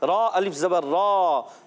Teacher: را کو پر بھی پڑھنا ہے اور یہاں پہ الف مد کا قاعدہ، ایک الف کھینچنا بھی ہے